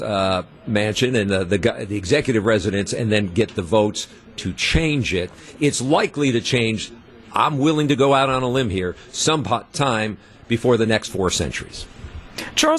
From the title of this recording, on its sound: LIVE at Summerfest Weekend 3!